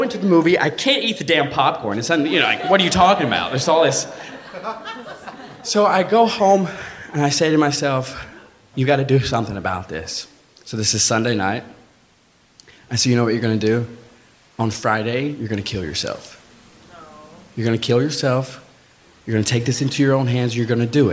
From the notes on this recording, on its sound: Live at the Bell House 2! Share true stories at the Bell House in Brooklyn.